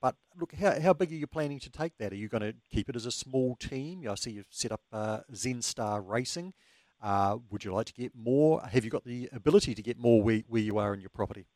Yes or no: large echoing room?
no